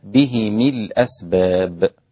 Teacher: أبو عمرو ويعقوب بكسر الهاء والميم وصلا